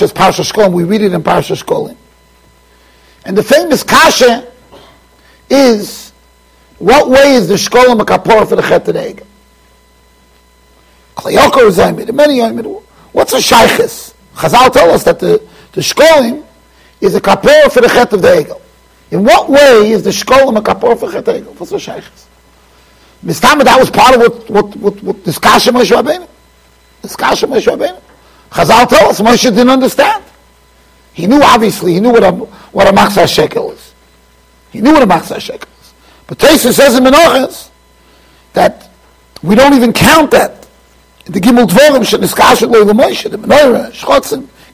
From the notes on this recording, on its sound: Shiur recorded in Yeshivas Ohr Reuven, Monsey NY.